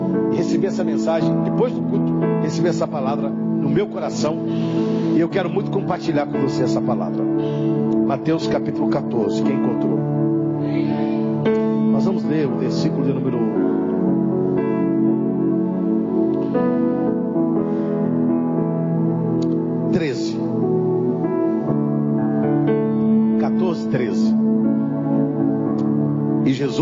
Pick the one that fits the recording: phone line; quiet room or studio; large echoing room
large echoing room